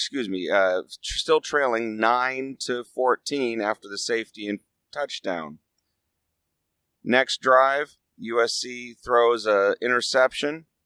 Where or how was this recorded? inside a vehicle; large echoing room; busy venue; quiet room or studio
inside a vehicle